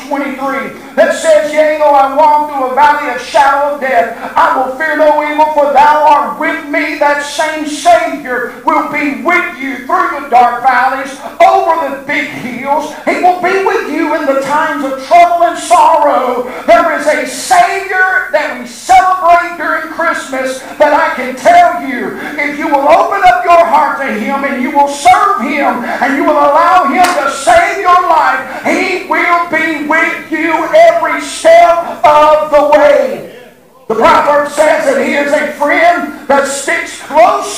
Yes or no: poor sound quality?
yes